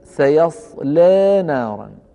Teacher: يقلل هذه الألف يعني يقرأها بالتقليل وهو ما يسمى بالإمالة الصغرى أو ما يعرف بإمالة بين بين